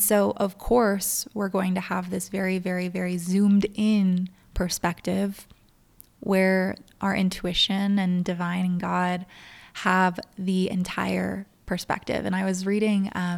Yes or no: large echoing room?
no